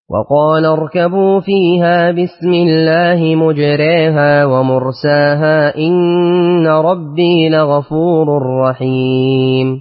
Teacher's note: ثم قرأ لأبي عمرو بالإمالة في مجراها